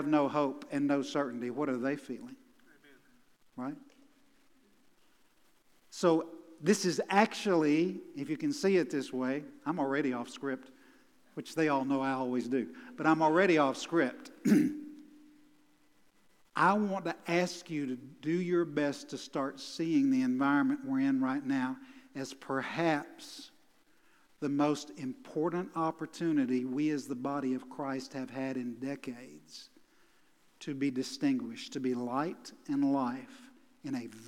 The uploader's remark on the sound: Recorded live at The Fellowship at Mt Juliet on September 19, 2021.